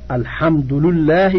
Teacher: بضم الدال واللام اتباعا للثاني الأول